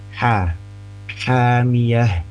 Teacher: Huruf ha itu dia tidak ngorok sama sekali seperti huruf kho misalkan.